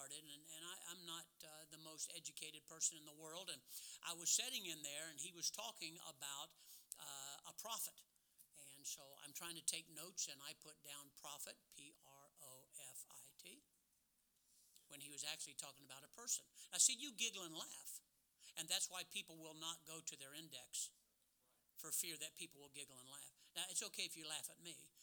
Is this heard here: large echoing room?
yes